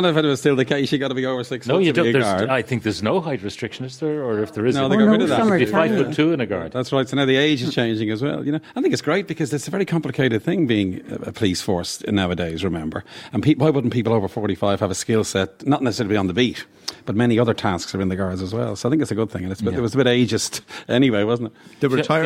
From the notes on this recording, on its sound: live from the Aviva Stadium today